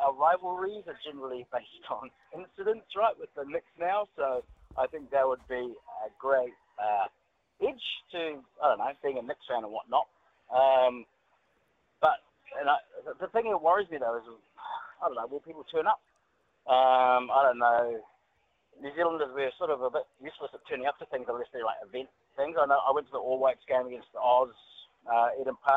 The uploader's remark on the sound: hits the phone and text line to see what listeners have to say